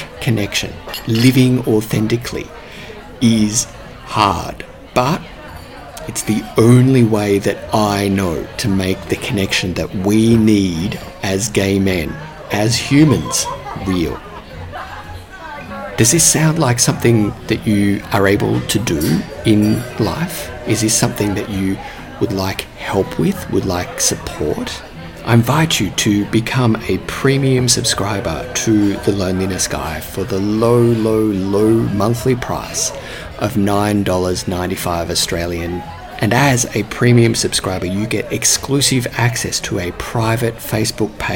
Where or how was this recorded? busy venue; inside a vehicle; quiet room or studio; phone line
busy venue